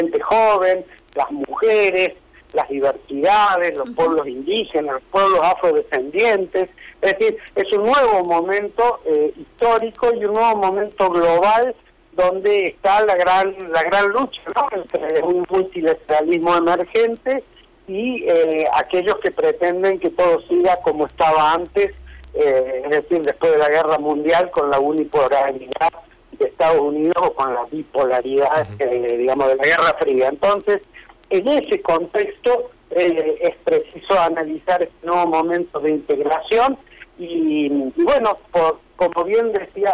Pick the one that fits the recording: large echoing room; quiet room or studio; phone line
phone line